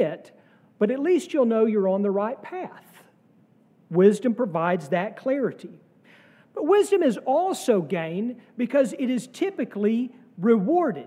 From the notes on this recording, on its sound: sermon from our worship service